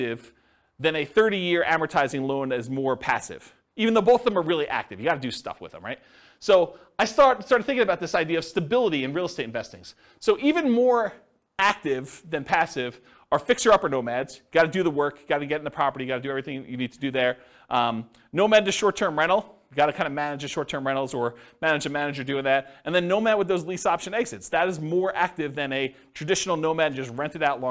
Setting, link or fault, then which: setting, live audience